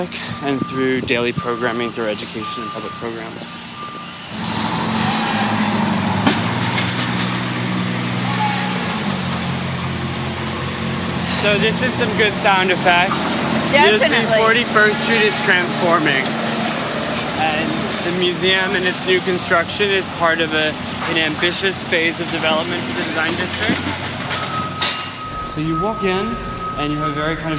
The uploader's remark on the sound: Field recordings: A conversation at Perez Art Museum. A site visit with curators. Before the opening of the new Institute of Contemporary Art Miami space.